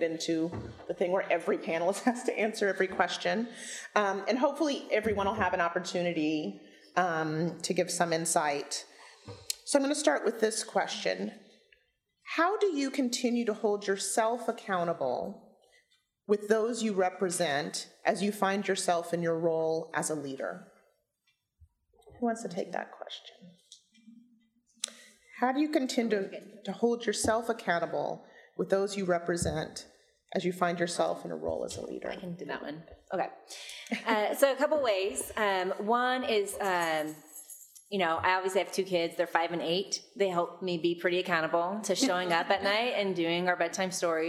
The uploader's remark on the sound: This “Womxn Power Seattle” panel took place at Seattle City Hall on January 21.